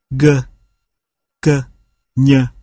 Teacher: Nét đặc trưng của âm của các phụ âm cuối lưỡi là phần cuối lưỡi được nâng lên tiếp xúc với ngạc mềm, rèm ngạc